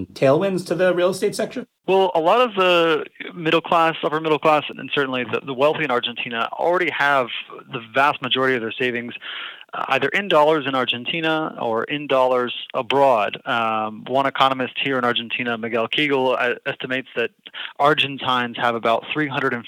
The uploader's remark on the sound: Joined by phone from Buenos Aires.